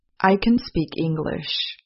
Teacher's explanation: Note that the content words, such as speak and English, are stressed. Note that the auxiliary verb can is not stressed. It is in its so-called weak form.